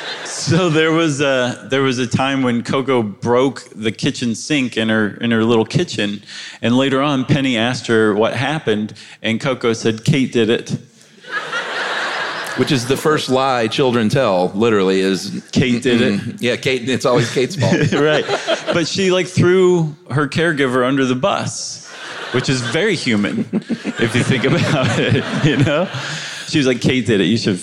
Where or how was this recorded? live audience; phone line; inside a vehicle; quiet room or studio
live audience